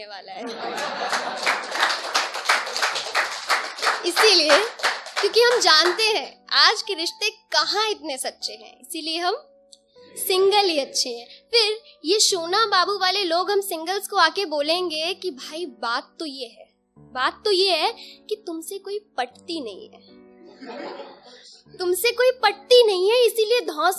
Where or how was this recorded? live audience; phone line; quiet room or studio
live audience